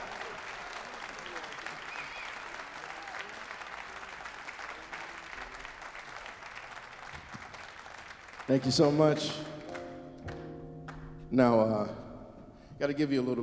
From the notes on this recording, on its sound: All recorded live at the 2022 Savannah Music Festival.